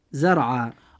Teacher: والحالة الثانية إذا كانت الراء ساكنة وكان ما قبلها مفتوحا أو مضموما مثل كلمة زرع. الراء في كلمة زرع ساكنة وما قبلها مفتوحا فيجب أن تفخم هذه الراء عند النطق · Term: التفخيم